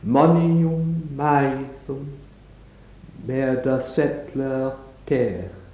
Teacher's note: the alliteration is on the sound m, and the alliterating syllables are mon, maith, meard